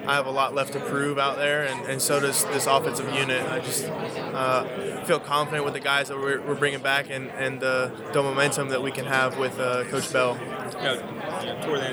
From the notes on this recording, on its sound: Live from AAC Media Days.